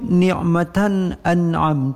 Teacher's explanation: tanwin bertemu dengan alif tidak didengungkan karena di sini dengan izhar halqi. Kemudian juga setelahnya nun mati bertemu dengan ain juga izhar halqi.